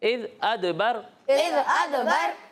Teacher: یہاں دال ساکن ہے تو کلکلا یہاں ظاہر ہوگا ادبر نہیں اد آواز جو ہے وہ لوٹتی ہوئی محسوس ہوگی